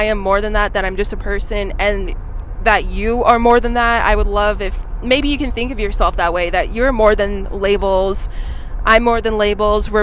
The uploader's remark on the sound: Driving in my car, talking to you